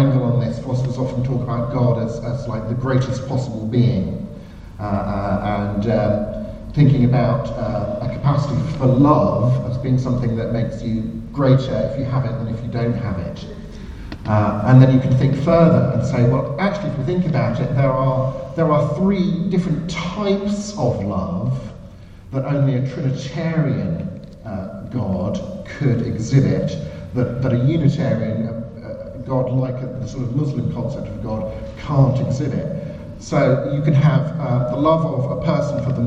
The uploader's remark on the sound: Questions Panel at Highfield Church